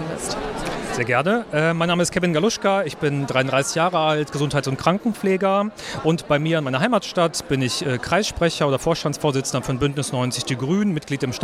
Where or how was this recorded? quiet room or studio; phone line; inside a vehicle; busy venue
busy venue